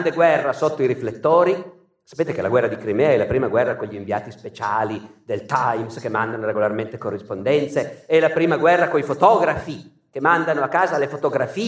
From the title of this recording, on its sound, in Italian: Teatro Nazionale di Genova, 2019